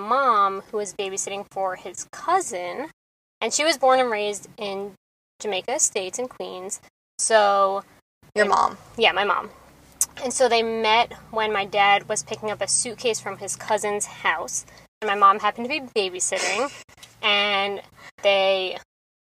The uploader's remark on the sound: Small Mics. Big Car. Soft Smiles.